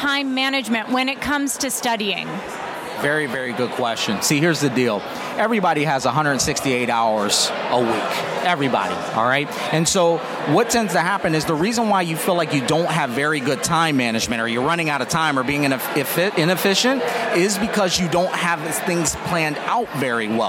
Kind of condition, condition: setting, busy venue